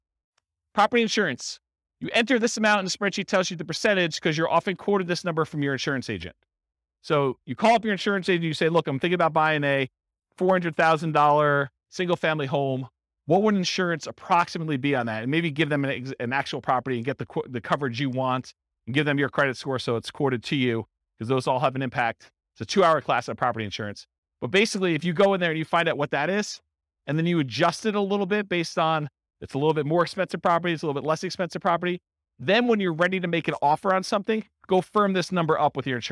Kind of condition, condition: setting, live audience